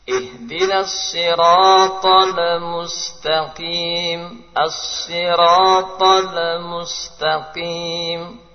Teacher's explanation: Kesalahan berikutnya pada kalimat al-mustaqim. Kesalahan pertama mengqalqalahkan lam.